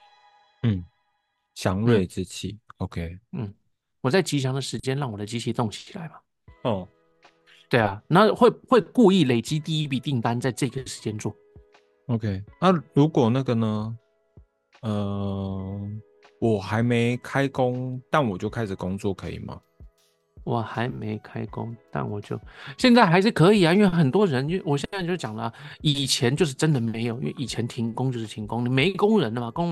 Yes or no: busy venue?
no